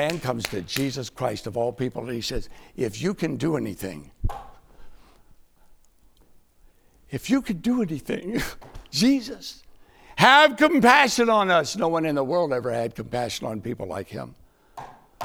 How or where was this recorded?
large echoing room